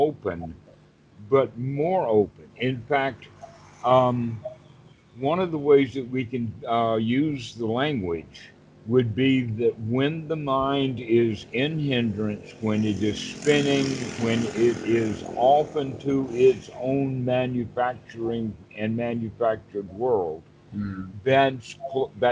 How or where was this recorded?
video call